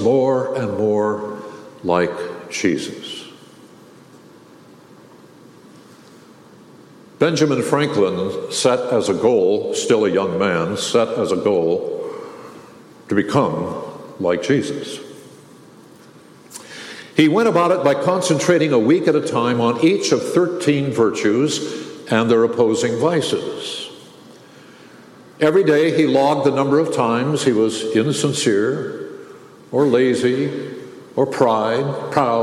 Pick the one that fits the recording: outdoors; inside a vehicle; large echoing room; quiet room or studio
large echoing room